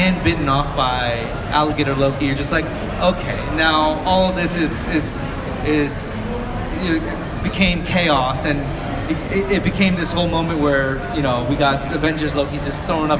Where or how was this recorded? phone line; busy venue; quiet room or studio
busy venue